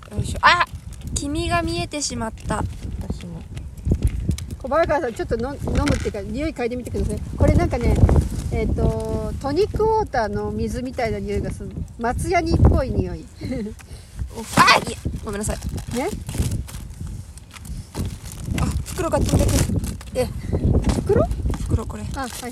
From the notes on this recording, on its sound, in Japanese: Pedra Grandeの頂上から。第79回は、Atibaiaにある岩山Pedra Grandeの上で収録しました！片道2時間ちょっとの適度にハードな登山。正直すごく寒かったです！